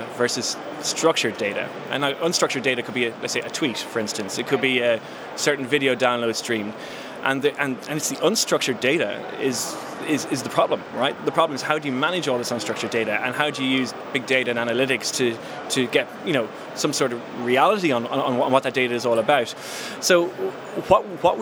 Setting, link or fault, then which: setting, busy venue